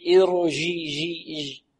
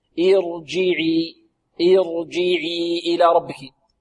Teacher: والجيم شديدة، ما هي الشدة؟ هي انحباس الصوت · Shown in: second take